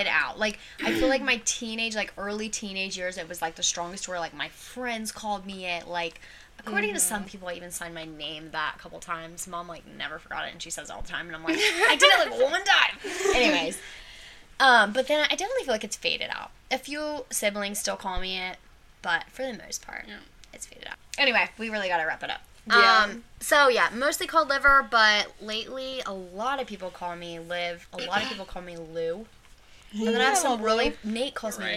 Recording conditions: sounds in the background